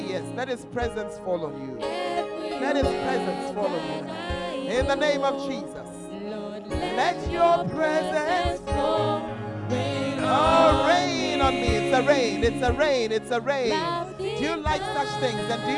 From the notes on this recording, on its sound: Preached At The 12 Foundations Of The Bacenta Camp